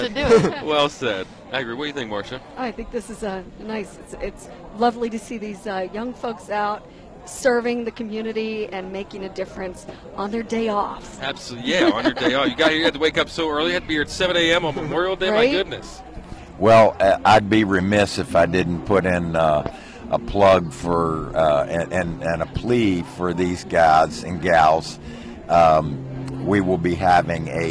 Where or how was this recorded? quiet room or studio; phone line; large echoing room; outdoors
outdoors